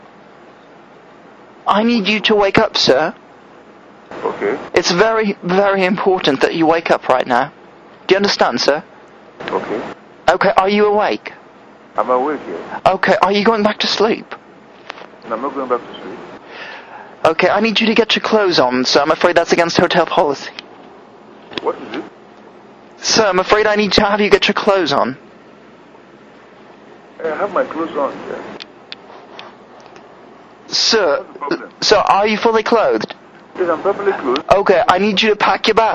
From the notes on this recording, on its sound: Prank Phone Calls Collection. From archive.org.